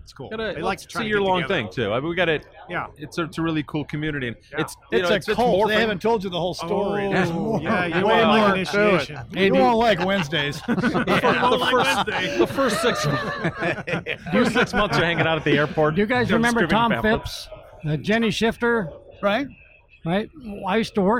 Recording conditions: busy venue